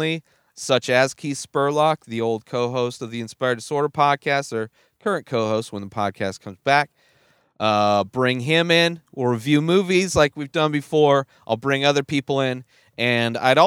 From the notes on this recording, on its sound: Directly from the movie theater to the back of his van to record his thoughts and opinions.